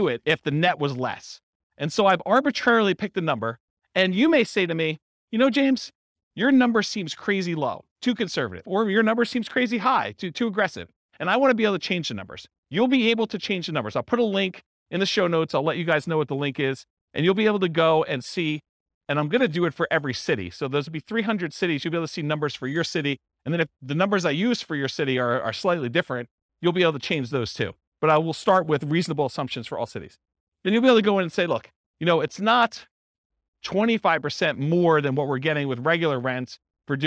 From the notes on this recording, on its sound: This was a live class recorded